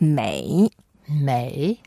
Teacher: when you put the third tone, you go down first and then go up later on